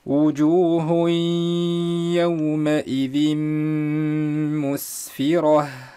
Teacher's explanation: نعم، وجوه يومئذ مسفرة، عندنا يعني ثلاث كلمات بإدغامين. وجوه منون، يومئذ إدغام التنوين في الياء